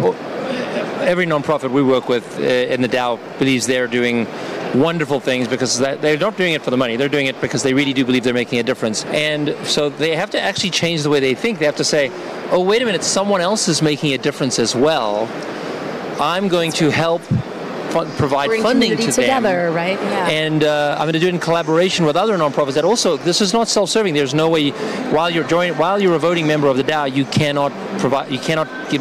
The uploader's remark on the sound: Live from Consensus in Austin, Texas